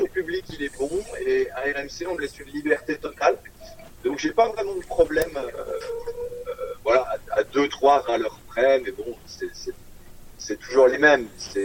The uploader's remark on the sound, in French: Interview téléphonique